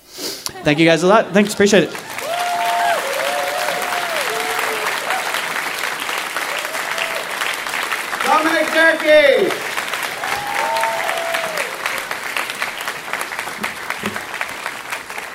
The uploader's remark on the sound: Live from San Fran 2015